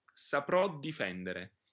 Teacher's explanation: after saprò, you can hear that the D is a little bit longer, a little stronger. You can really hear the difference when you double that D. · Term: phrasal doubling